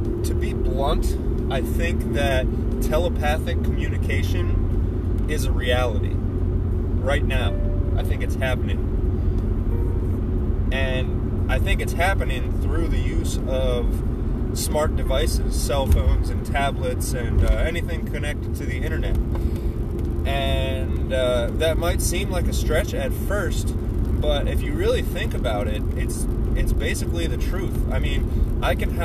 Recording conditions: background noise